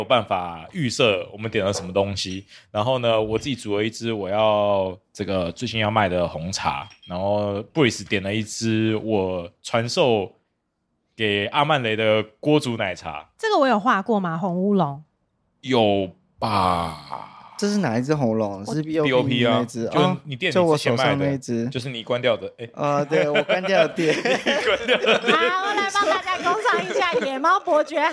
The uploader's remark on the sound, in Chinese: 今天的錄音場地，精品咖啡直火烘焙第一把交椅：AMARE阿曼蕾精品咖啡烘焙館